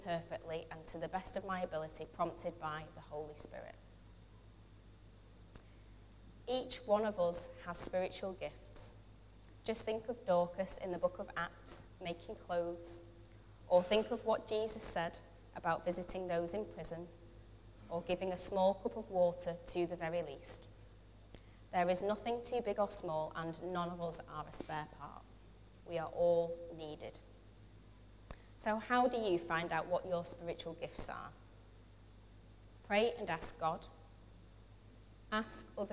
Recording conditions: large echoing room